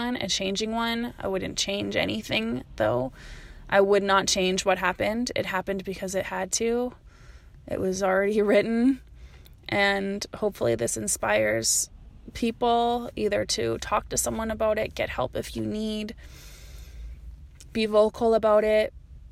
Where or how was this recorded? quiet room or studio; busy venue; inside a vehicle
inside a vehicle